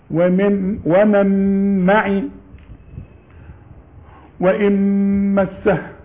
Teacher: اوعى تظهر النون أبدا، ادغمت ادغام كامل في الميم. فلما دخلت في الميم سخنت الميم.